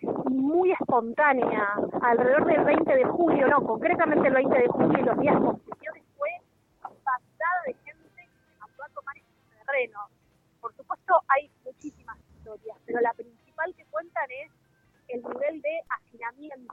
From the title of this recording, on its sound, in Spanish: en vivo desde Guernica